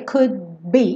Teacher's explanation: Eu só encosto lá a língua no céu da boca para fechar esse D, could be. E eu já tô fechando o lábio pro be.